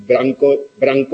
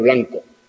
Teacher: Y en extremeño se puede decir branco, branco en lugar de blanco · Shown in: first take